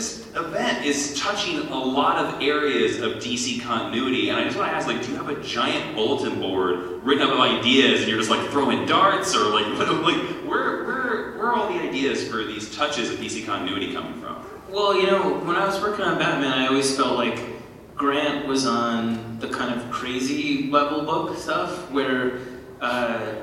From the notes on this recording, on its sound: We’ve had some technical problems this week, but it hasn’t stopped us from bringing you some great content from Planet Comicon!